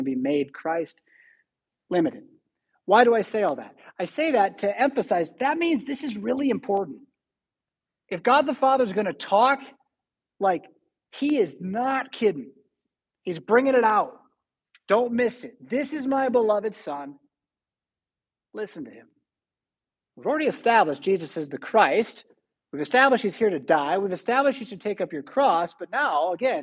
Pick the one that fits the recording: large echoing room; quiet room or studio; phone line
large echoing room